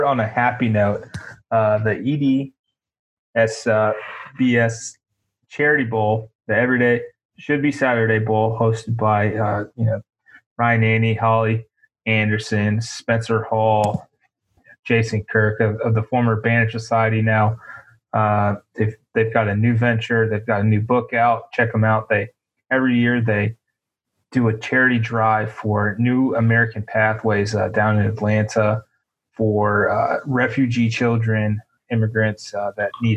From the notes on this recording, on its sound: Jump in the zoom machine.